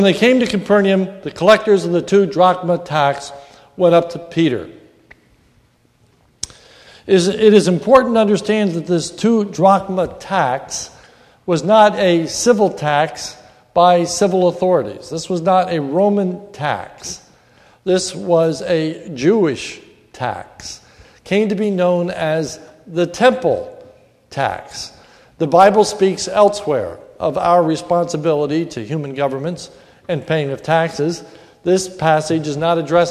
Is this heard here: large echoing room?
yes